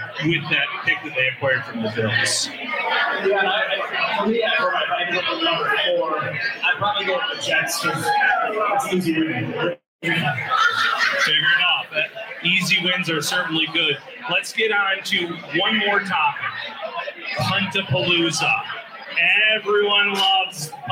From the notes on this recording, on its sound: LIVE from Resurgence Brewing Company. To offer fans a chance to come out and meet the guys and participate in a live show.